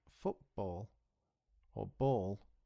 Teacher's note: But when you say B, like football or ball, no air comes out of your mouth.